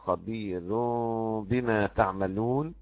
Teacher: اما وصلا فرقق الازرق الراء بخلف